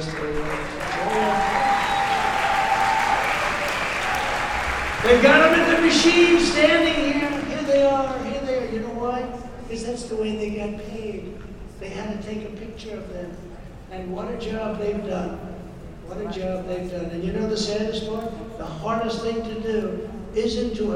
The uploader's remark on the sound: LIVE FROM CPAC 2022